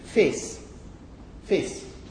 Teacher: would not actually say face, which includes a diphthong, but would actually say fis · Term: Northern accents